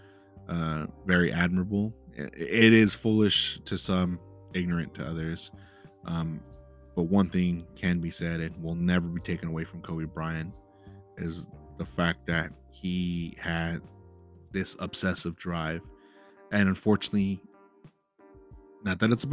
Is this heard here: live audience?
no